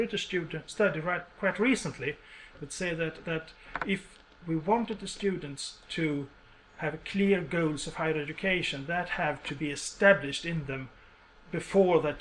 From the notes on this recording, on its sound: University of Borås, Sweden. Speaks at SRHE Joint Network Event.